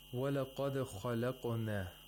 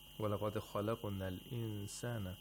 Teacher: We have two qalqala, one in the dal of laqad and another one in khalaqna.